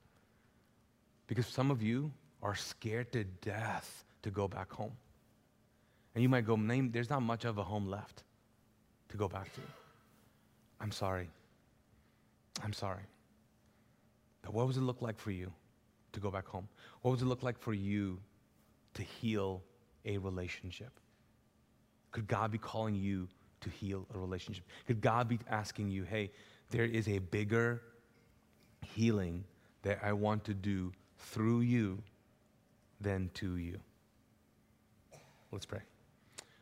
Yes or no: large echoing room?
yes